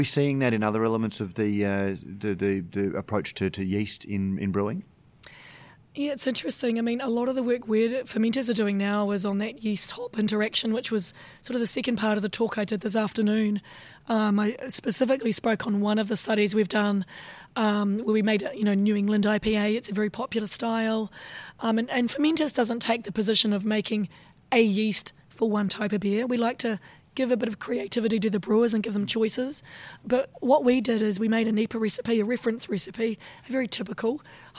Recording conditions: busy venue